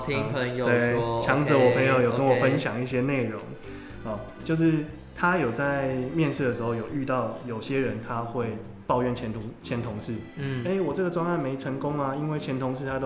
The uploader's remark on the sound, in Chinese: 這集來到回音的最高點，真的好需要一個讚的錄音場地啊～。但其實聽一分鐘之後就習慣了。